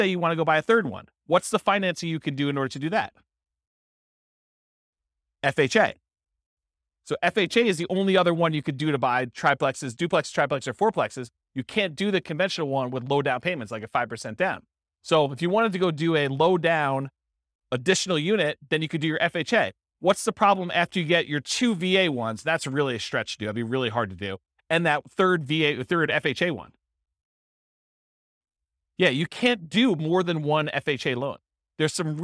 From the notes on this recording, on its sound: This was a live class recorded